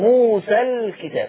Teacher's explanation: وعند الوصل اما وصلا ما حذفت الالف. فلا تقليل